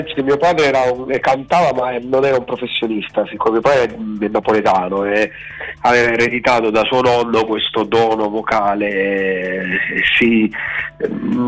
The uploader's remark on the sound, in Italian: INTERVISTA TELEFONICA